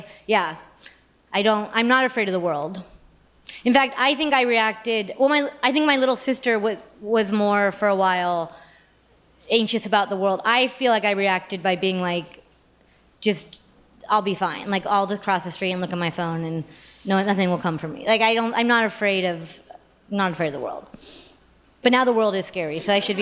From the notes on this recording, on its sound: joins LIVE at the 2022 On Air Fest